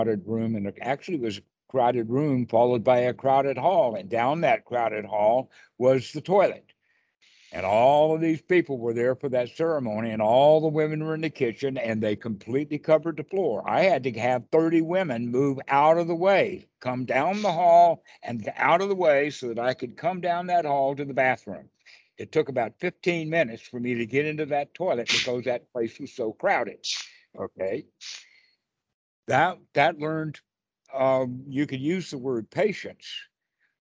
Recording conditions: video call